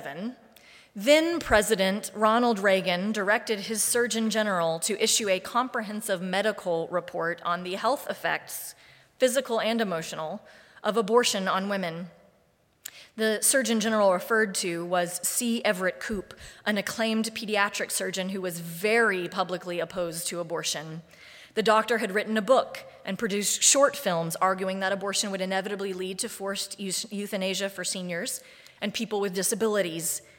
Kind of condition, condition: setting, large echoing room